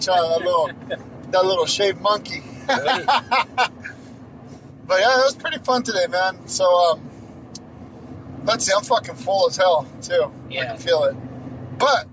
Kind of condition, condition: setting, inside a vehicle